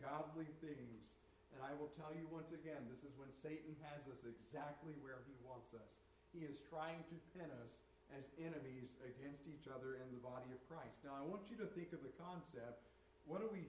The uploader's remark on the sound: Turn the volume up high, this recorded a little poorly.